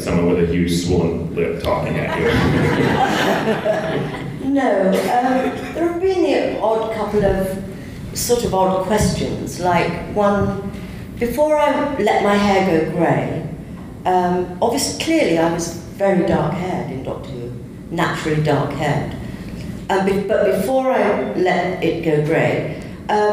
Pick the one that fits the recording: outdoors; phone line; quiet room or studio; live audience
live audience